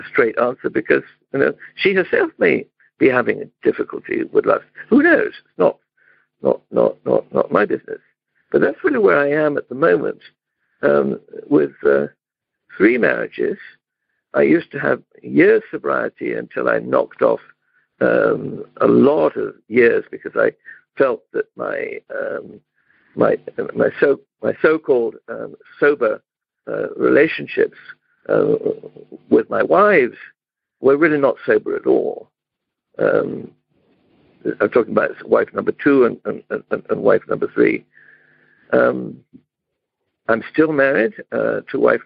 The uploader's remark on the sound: In Romania - Monday Noon Phone Speaker Series.